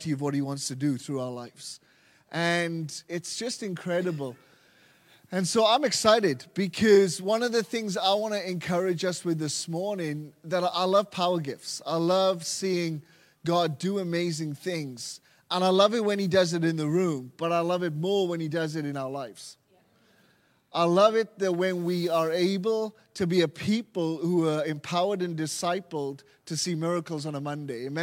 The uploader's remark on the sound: LIVE at Echo Church